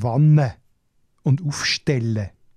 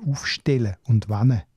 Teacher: die langen N und L und auch M, sogenannte Geminate, Verdopplungen · Shown in: first take · Äh, in der restlichen Nordostschweiz macht man die kurz, also aufstellen und wenn.